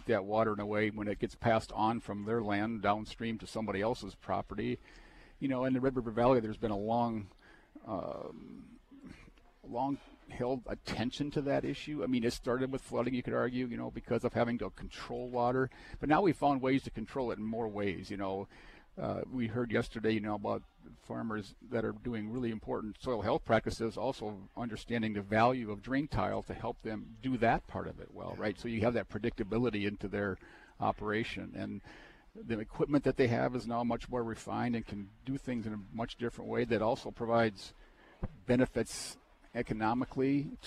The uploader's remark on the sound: broadcasting live from the 41st Annual Red River Basin Land & Water International Summit Conference with the Red River Basin Commission